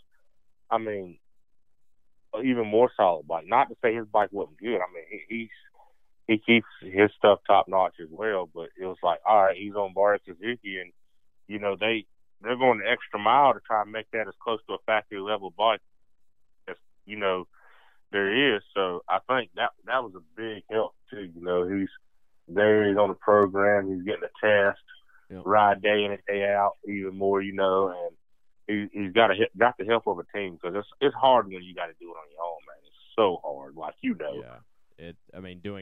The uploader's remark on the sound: A call-in from the winner of that first race for the top amateurs in that Futures class.